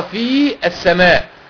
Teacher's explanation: حذفت الياء بتاعت في ودخلت على طول على السين، طبعا اللام تحذف لانها شمسيه وهمزه الوصل تحذف. · Term: حذف الساكن الاول